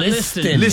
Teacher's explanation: You don't hit no T in listen. · Term: silent letter